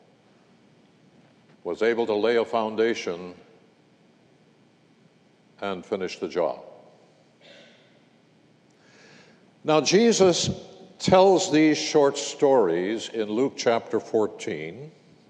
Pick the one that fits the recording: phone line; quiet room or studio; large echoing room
large echoing room